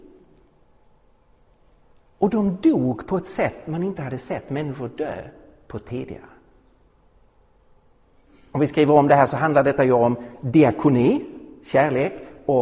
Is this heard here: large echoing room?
yes